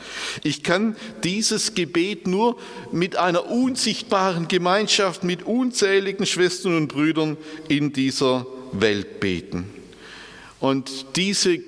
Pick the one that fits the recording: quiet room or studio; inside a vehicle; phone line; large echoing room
large echoing room